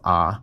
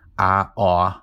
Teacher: Most people in the West have those, what we call the merger of lot and thought, where those two vowels are pronounced the same · Shown in: first take